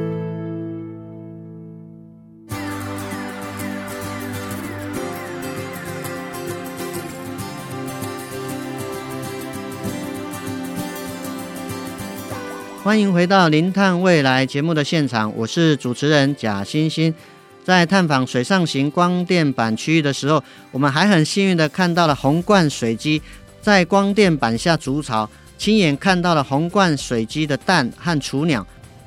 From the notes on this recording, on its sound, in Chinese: 每一季「零碳未來」都會帶大家走出錄音間，前往知名的企業或是政府單位。地點：台南將軍、七股區，台南鹽田光電場。